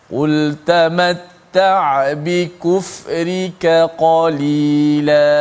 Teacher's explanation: Kita jaga sifat kaf yang nipis dan kekalkan sifat qaf yang tebal.